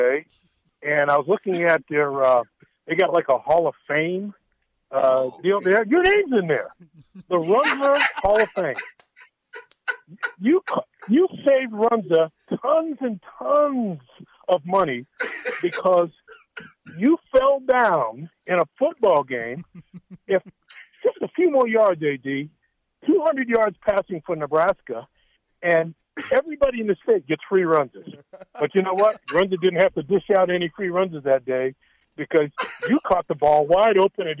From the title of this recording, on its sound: calls into the show!